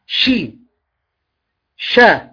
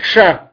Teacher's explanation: كثير من الناس ينطقون الشين هكذا، هذه لا تسمى شين ولا يسمى انتشار أصلا، لأن لو ألصقت اللسان لصقا محكما يعني منعت الانتشار، منعت الانتشار. فالشين من صفاتها الانتشار والتفشي · Shown in: first take